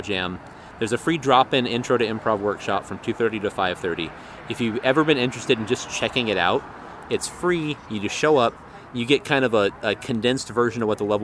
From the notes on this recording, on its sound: met me at Urban Beans to talk